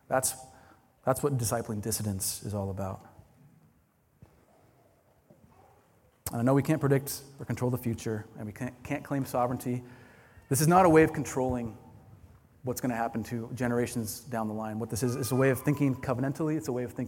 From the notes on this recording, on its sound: This is a recording from the Fierce Families Conference, which took place in Tacoma, WA.